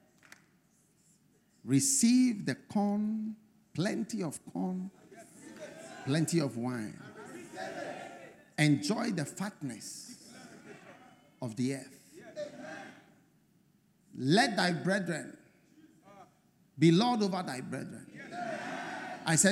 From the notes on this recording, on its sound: Preached At The First Love Centre, Accra, Ghana